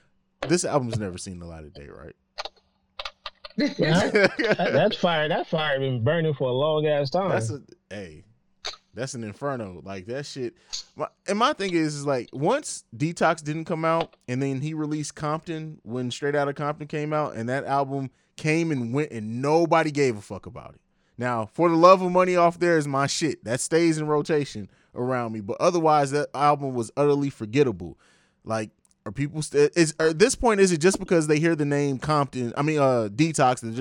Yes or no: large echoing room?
no